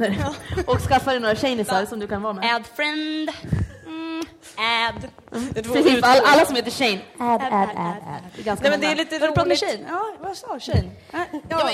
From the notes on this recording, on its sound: LIVEPOD från Stockholm Pride. Denna gång LIVE under Stockholm Pride.